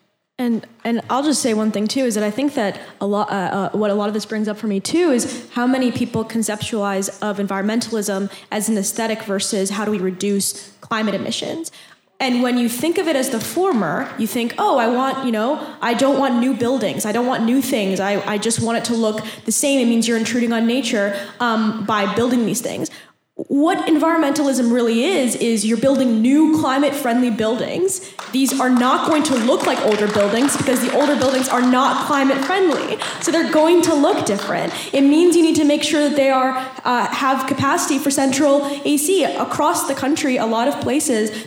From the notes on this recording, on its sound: Think Out Loud hosted a panel at the Yimbytown conference in Portland.